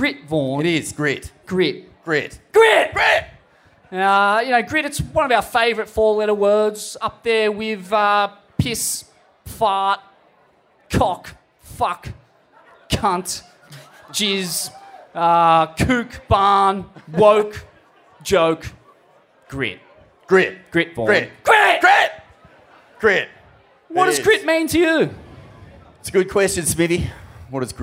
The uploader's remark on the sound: A gala evening of Peeeeeyeeewer GRIT!!!! LIVE from the Cronulla RSL.